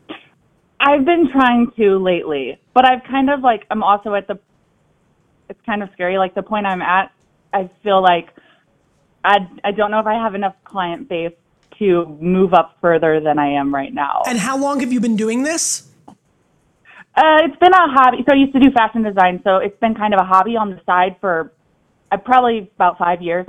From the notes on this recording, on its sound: The call ins were great here too.